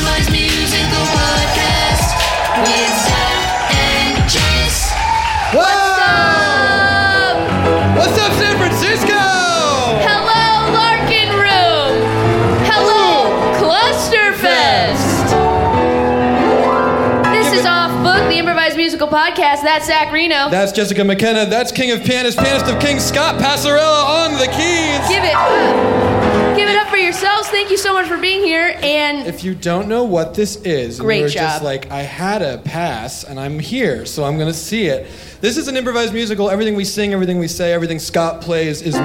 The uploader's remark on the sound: live from Clusterfest in San Francisco